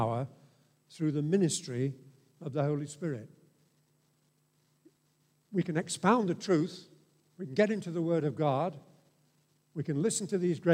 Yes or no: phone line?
no